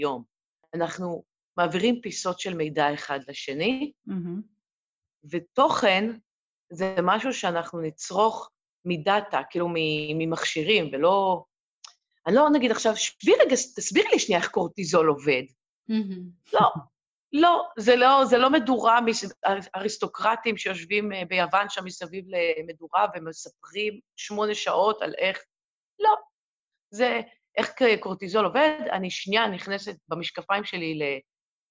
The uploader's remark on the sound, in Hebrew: באופן אירוני, דווקא בפרק העוסק בטכנלוגיה, ישנן הפרעות באיכות ההקלטה.